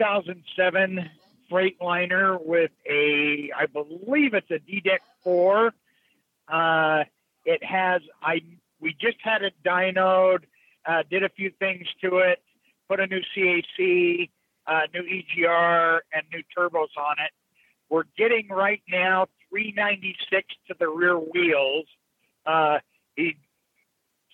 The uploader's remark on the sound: Call in Question and Answer Show